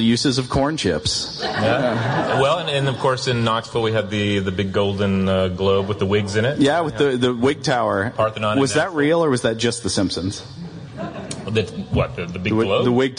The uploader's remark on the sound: Live C2E2 2017 discussion.